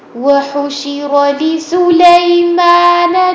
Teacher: यहाँ भी कोई हरकत लंबी नहीं करनी ध्यान से रीड करना एक एक हरकत है शॉर्ट टाइम में रखेंगे ली सुलेमान लाम की जेर बारीक होगी